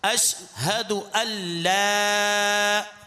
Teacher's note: یہ لا باریک پڑھا جائے گا. اشہد اللہ، دہرائیے اس کو، اشہد اللہ.